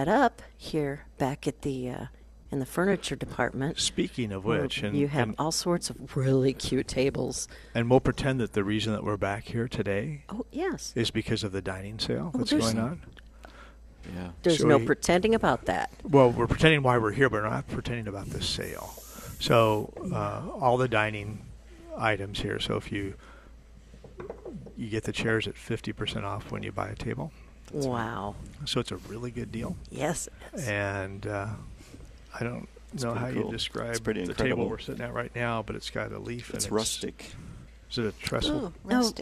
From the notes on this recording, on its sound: Plant Experts Live at Prairie Gardens.